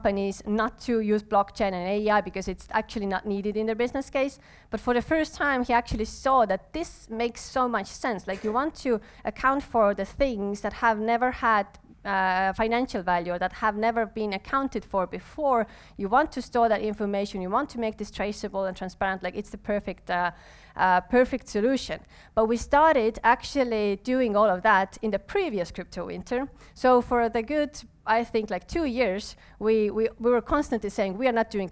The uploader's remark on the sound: live recording during cc: Nights in Tallinn